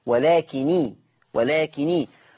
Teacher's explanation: ورش خفف النون ما بقتش مشددة فبقت مكسورة لالتقاء الساكنين